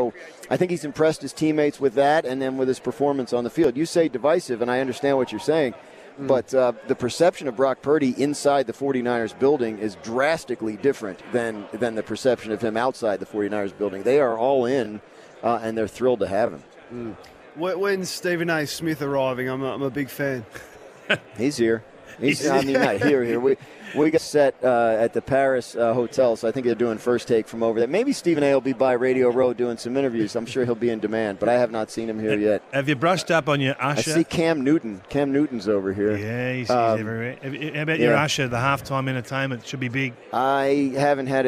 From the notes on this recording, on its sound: Live from Radio Row in Las Vegas. The build-up to Super Bowl 58.